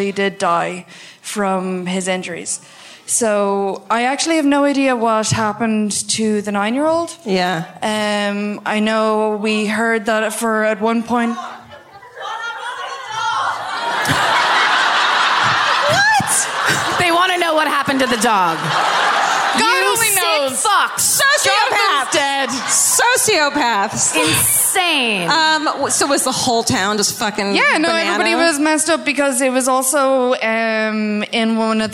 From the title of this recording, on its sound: Live at Vicar Street in Dublin